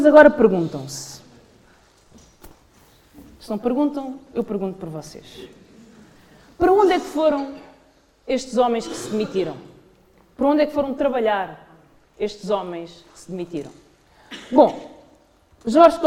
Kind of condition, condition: setting, live audience